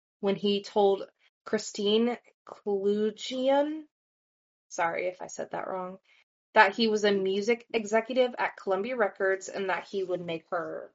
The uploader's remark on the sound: We are having problems getting our microphones to cooperate and sound better.